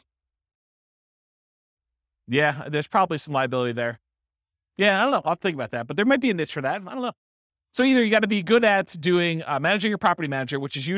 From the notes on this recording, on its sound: This was a live class recorded